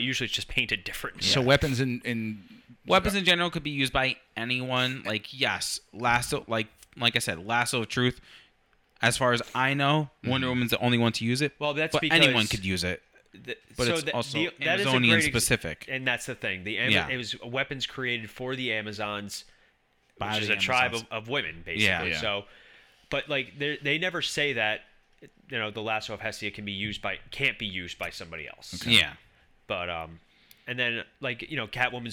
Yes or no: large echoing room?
no